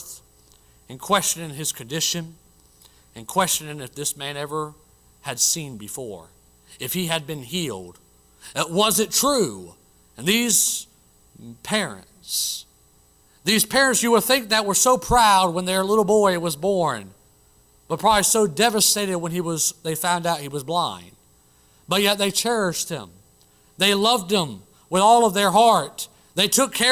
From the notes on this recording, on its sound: Originally preached at the White Horse Heights Baptist Church in Greenville SC on June 7, 2023